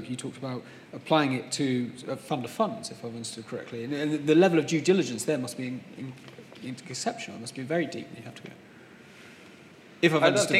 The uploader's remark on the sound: In a panel session at Citywire Luxembourg 2018